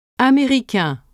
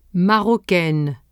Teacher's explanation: The addition of E to masculine forms ending with the letter N denasalizes the vowel un. It becomes E and the N is pronounced. · Shown in: second take